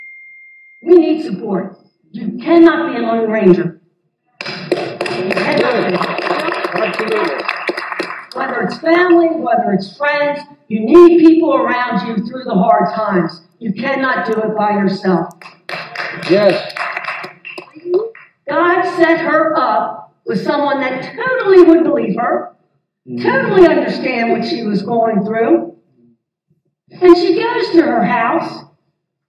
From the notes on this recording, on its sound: This audio is incomplete, and does not have good sound quality, due to a power outage at The Barn during the Sunday service.